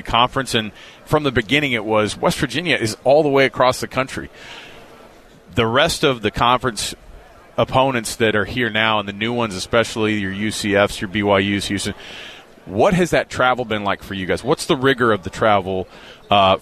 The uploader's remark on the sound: LIVE from Big-12 Media Day